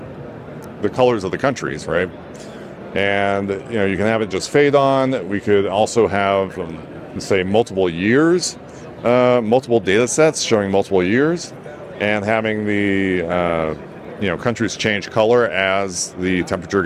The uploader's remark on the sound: In the Digital Anarchy booth on the show floor at NAB